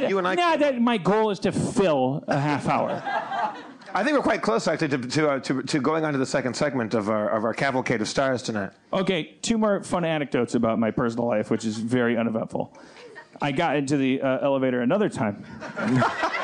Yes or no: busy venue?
yes